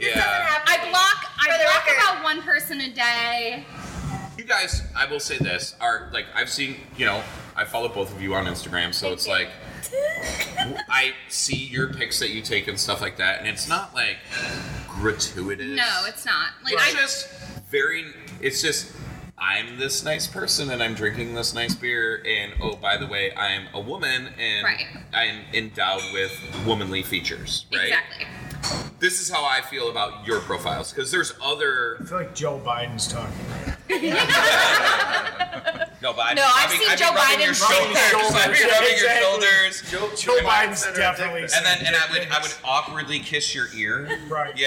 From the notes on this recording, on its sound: decided to stop and enjoy Lewiston, NY to hang out at Brickyard Brewing Company!